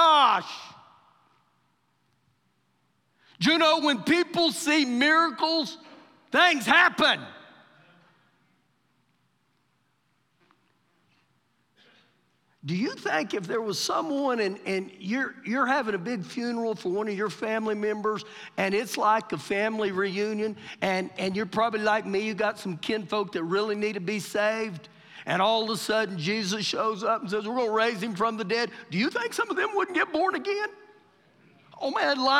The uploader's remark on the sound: Recorded live during our Wednesday night service